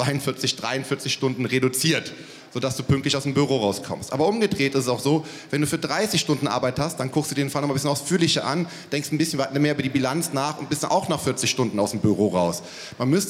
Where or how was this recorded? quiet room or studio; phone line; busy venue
busy venue